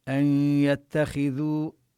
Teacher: النون حكمها أنها تدغم بغنة في الياء، وهذا الإدغام إدغام ناقص، لأننا لو شددنا الياء لكن يبقى شيء من الحرف المدغم وهو الغنة الذي هو صفة للنون.